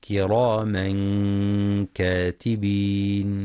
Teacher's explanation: ينتبه القارئ للإخفاء الحقيقي وترقيق الغنة